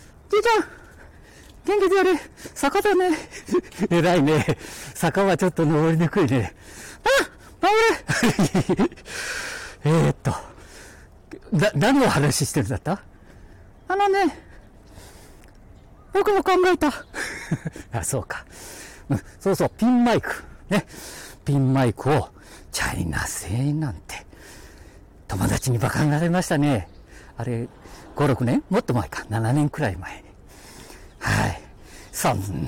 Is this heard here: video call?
no